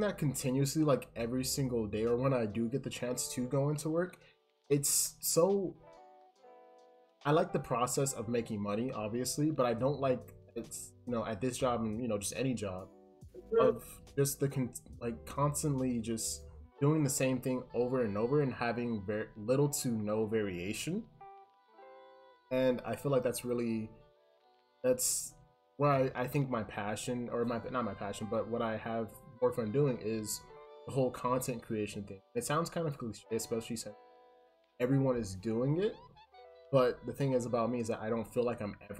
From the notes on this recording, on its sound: I apologize for my voice cutting out so often in the video! I wasn't aware that the program I was using to record wasn't of the best quality.